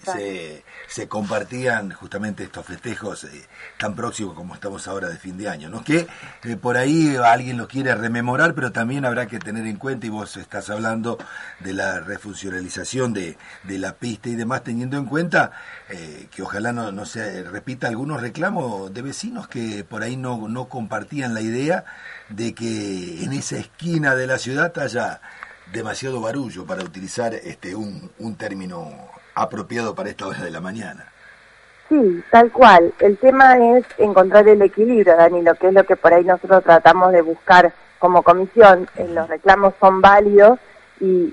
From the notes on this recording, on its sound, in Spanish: Entrevista telefónica con la Presidente de la Comisión Vecinal del Barrio Sur.